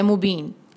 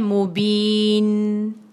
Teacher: नून को भी हमने सुकून के साथ पूरा अदा किया कि एंड में पता चले कि आपने नून कहा है · Shown in: second take · तेज़ी से कहकर हट नहीं जान, जैसे मुबीन ये आप